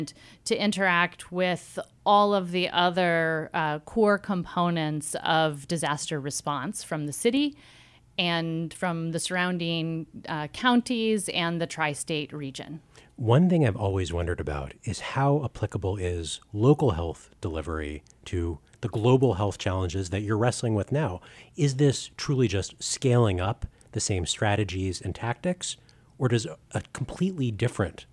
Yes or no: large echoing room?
no